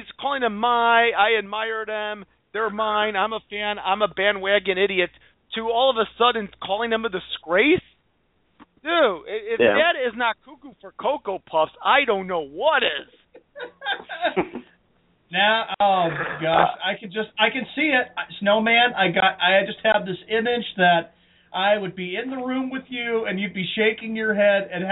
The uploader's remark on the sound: GB/DET Recap + Your Phone Calls!